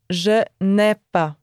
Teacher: But as the verb avoir is used here, and as it begins with a vowel, you won't hear the e in ne